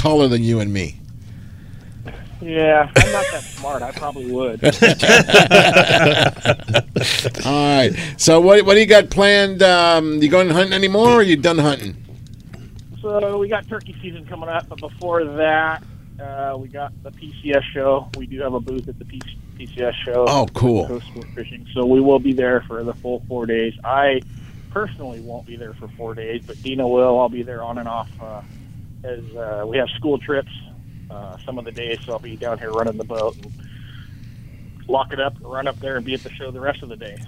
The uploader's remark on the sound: "LIVE" from Angel Stadium in Anaheim, CA